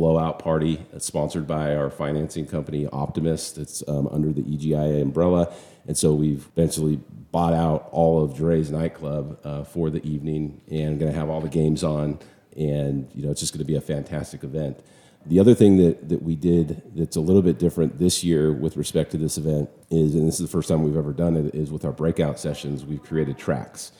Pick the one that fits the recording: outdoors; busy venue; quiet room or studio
busy venue